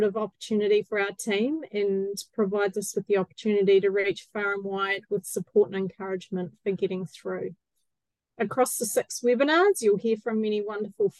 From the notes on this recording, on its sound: Recorded on the second Beef + Lamb New Zealand ‘Sow, Grow, Thrive’ webinar, 18 September 2023